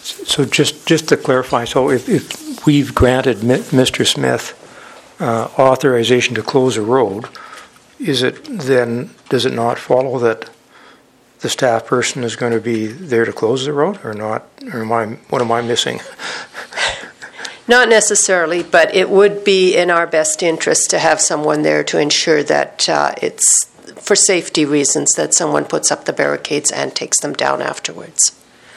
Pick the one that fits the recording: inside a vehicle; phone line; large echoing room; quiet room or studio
large echoing room